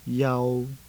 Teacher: Next, the middle level tone.